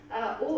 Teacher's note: O ist vokalisch hinten, halbgeschlossen und labial.